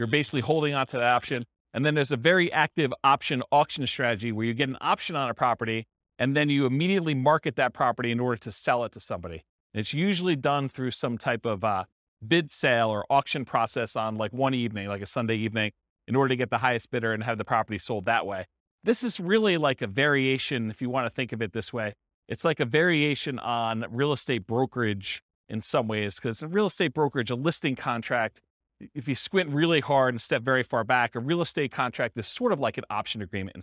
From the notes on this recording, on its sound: This was a live class recorded.